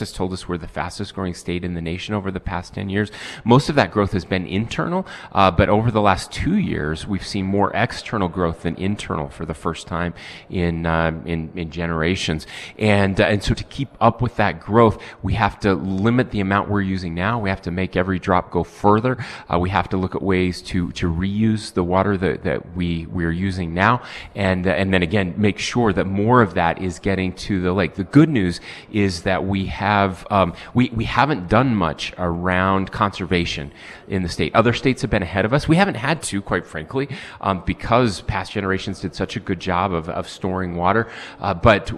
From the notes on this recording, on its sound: We broadcast live from the state capitol in Salt Lake City